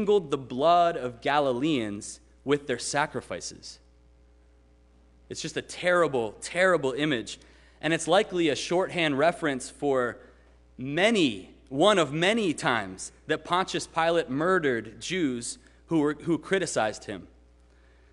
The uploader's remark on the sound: Sermon preached at RCHP on March 20, 2022.